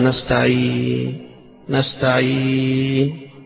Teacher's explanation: وهنا يقول لك 7 حداد فيها في الوقف، إذا وقفت على نستعين لكل القراء، أنت بتمد المد العرض للسكون 2 و4 و6 مش كده على التسكين لآخرها نستعين، وسكنت النون، ولك الإشمام لهذه النون على 3 برضه، يبقى نستعين نستعين، إشمام بتضم الشفتين عليها، ولك الروم بس على القصر نستعين نستعين، يبقى على القصر فيها لك الروم.